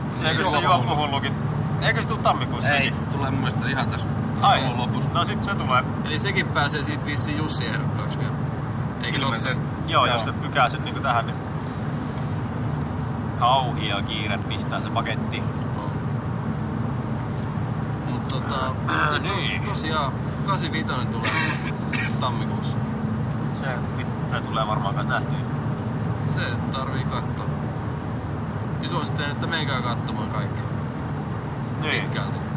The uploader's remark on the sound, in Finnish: Luvassa on jälleen autoilu jakso. Korporaation pojat oli matkalla kohti Viroa ja mukaan oli sattumalta tullut nauhoitusväline.